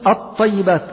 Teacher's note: أبدلنا اللام إلى طاء ثم أدخلنا الطاء في الطاء · Term: طاء مشددة